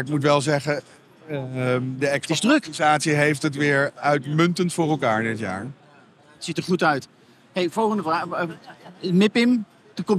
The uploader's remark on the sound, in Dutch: Vanaf de EXPO REAL opgenomen vanaf de stand van Property Plaza.